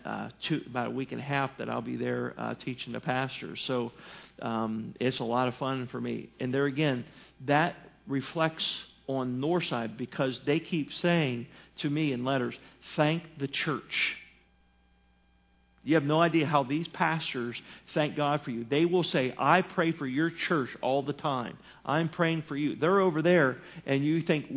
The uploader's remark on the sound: Sermon was recorded January 18, 2018 at Northside Baptist Church of Elkhart, Indiana